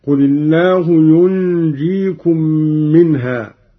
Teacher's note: قرأ قالون بإسكان النون وتخفيف الجيم هكذا: قل الله ينجيكم منها.